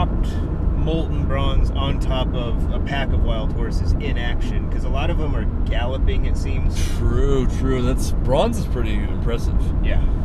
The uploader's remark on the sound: we recorded a podcast on the drive home